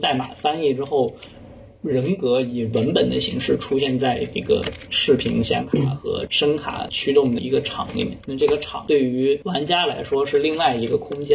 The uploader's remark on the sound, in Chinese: 由于音质不慎受损，本期音频或存在部分噪音，敬请见谅。